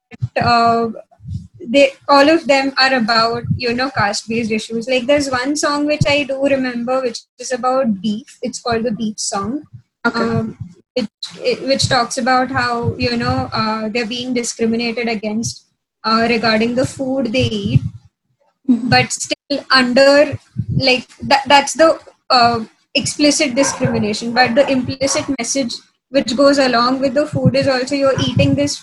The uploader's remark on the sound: due to our poor-quality audio